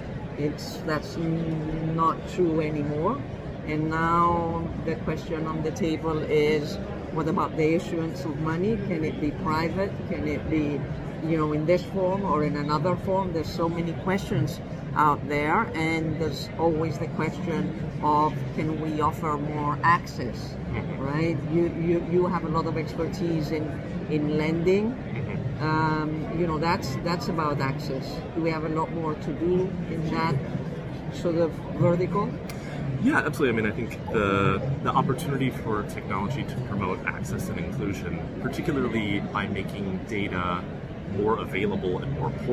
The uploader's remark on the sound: at the First physical Fintech event in Amerstdam Money2020